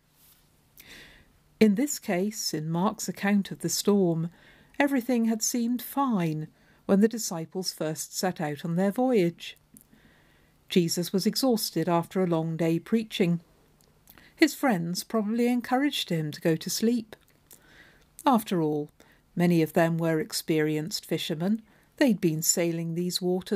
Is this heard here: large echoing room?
no